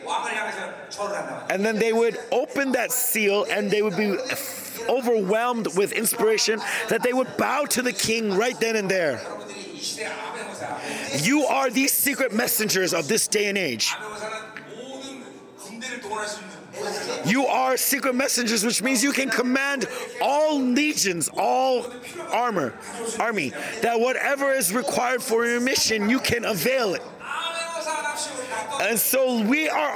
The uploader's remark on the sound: Global Remnant Conference. Conference sermon.